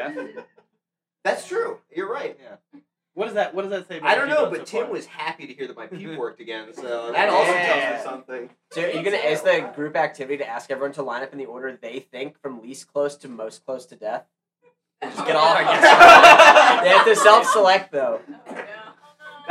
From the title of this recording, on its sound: Live from Fair Verona